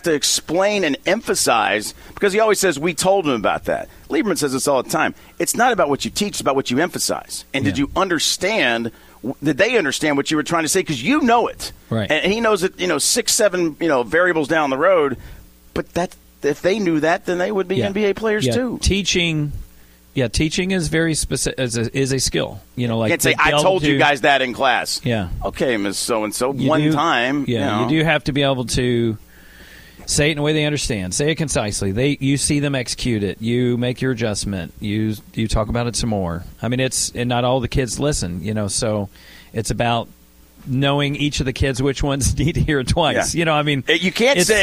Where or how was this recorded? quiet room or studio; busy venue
busy venue